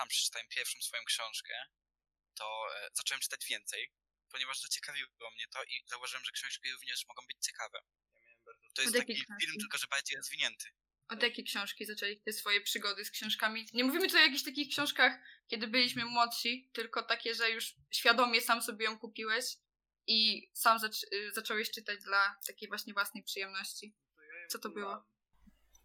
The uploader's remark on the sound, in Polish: Przepraszamy za problemy dźwiękowe.